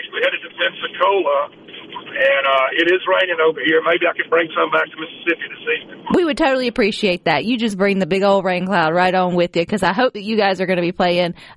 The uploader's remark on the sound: joins the conversation by phone